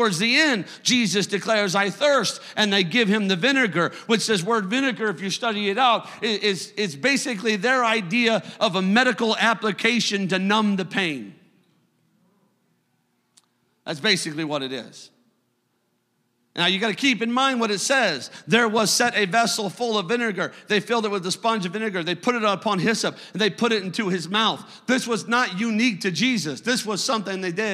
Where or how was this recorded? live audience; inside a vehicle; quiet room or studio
live audience